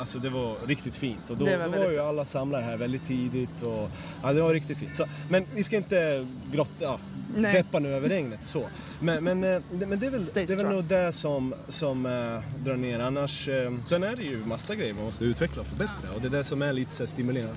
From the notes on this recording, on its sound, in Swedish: Vi smygstartar säsong två med årets Södertäljefestival! Pratar med Södertäljebor.